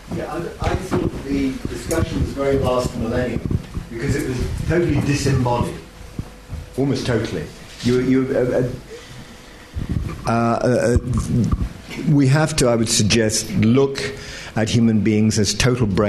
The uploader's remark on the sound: This event forms part of LSE Space for Thought Literary Festival 2014